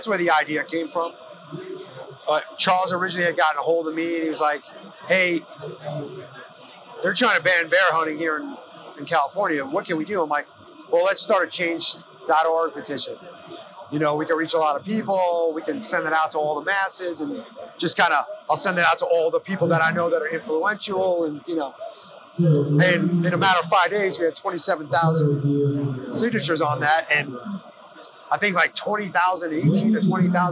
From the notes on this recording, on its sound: Hunt Expo Live From the Initial Ascent Mountain Dude Table. The flurry of live recordings from Western Hunting and Conservation Expo in Salt Lake continues from the Initial Ascent booth!